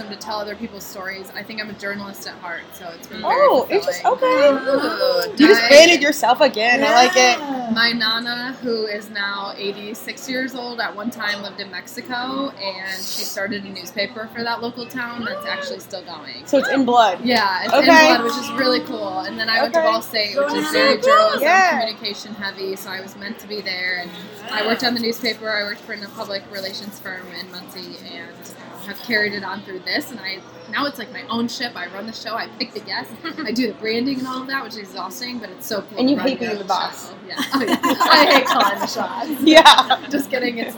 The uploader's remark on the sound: I had to take the opportunity to gather my new casting BFF’s and cast at the event… ordered a 1.75 of (QUALITY) tequila, a couple pizzas, and pressed record! The background noise is a character in itself and we have some special guests drop.